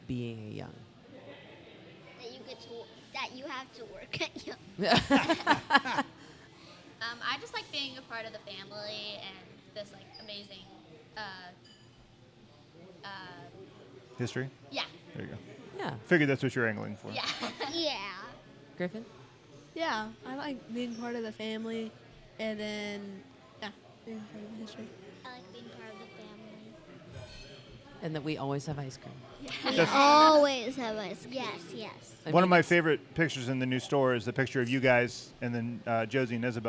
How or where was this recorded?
busy venue